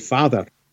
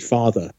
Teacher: The other thing is that at the end of words, for example, if I say father to you, the R sound, that rhotic or rhotic R appears at the end of the word father, whereas usually you would end in a schwa sound · Shown in: first take · So in received pronunciation, it would be father.